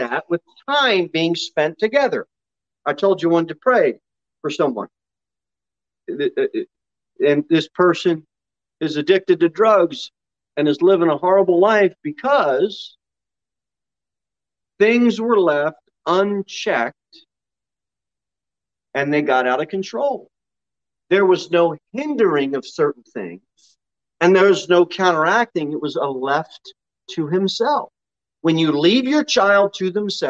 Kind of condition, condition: setting, large echoing room